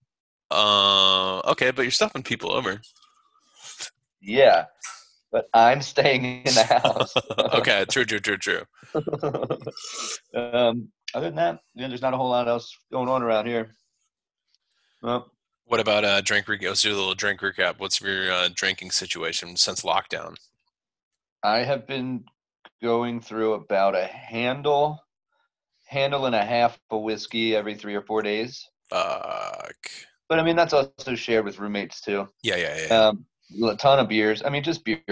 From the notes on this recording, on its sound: The audio is a little shitty now because we're recording over Zoom.